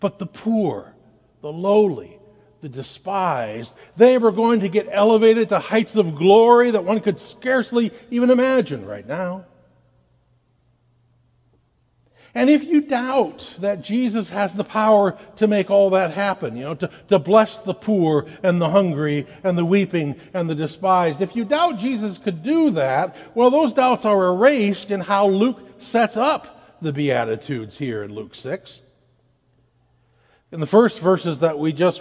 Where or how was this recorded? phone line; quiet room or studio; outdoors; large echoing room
large echoing room